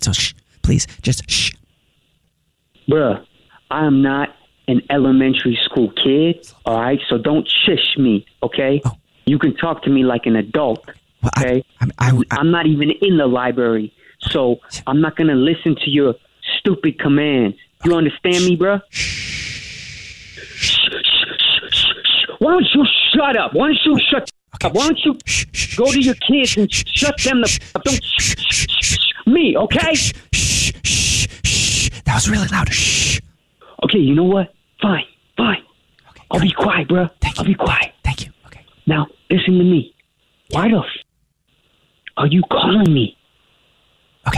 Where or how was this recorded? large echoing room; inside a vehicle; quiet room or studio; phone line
phone line